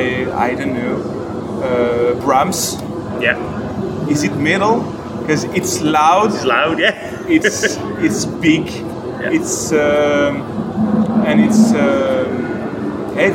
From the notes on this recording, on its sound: at Damnation Festival